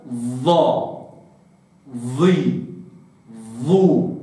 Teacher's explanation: الظاء رخوة، ممكن أن أتي بها مباشرة دون أن أضع همزة وصل قبلها، أقول هكذا، أتحرك ظ ظي ظو هكذا أخي الفاضل.